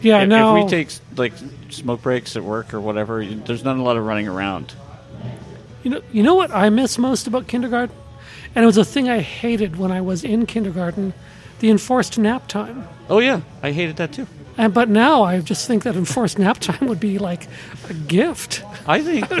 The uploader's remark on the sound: Live From Rebellion Taphouse. We celebrate CJTR’s 2023 Radiothon by taking the Queen City Improvement Bureau out of the subbasement and recording our. Meeting before a living-human audience in the Rebellion Taproom in the heart of the Warehouse District.